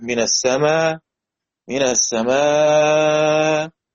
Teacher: السماء حركتين، السماء أربعة أو طويل، السماء وطبعا الهمزة مفتوحة، يبقى ما شغلش بالي بحوار لا روم ولا إشمام. يبقى ثلاثة أوجه، إبدال ألف مع قصر أو توسط أو إشباع